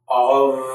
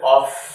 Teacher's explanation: So this F sounds more like a V. · Shown in: first take